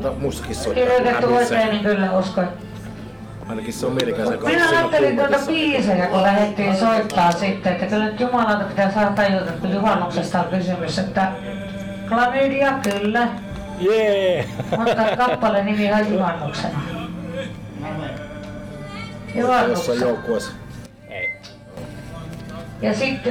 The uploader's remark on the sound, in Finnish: Jakso äänitettiin Pub Merikulmassa, Oulussa